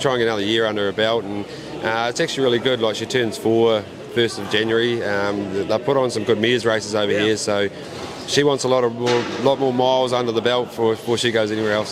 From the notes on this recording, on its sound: Joined me today at Addington Raceway